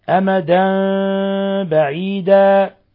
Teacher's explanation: التنوين الذي يؤصل نون ساكنة ميما مخفى عند الباء · Term: إقلاب